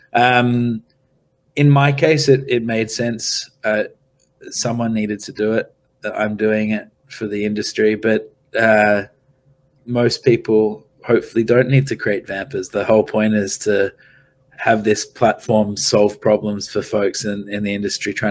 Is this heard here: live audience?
no